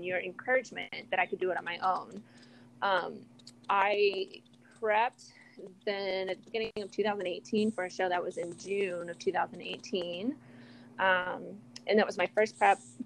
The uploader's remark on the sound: audio on this episode is a little wonky